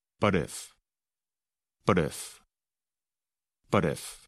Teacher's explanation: And with the two words, but if, we don't really pronounce the letter T in the word but. Instead, it sounds almost like the letter D and connects to the word if